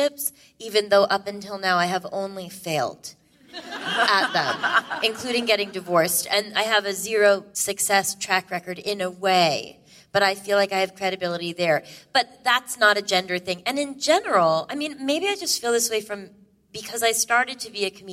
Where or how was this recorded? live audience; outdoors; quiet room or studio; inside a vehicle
live audience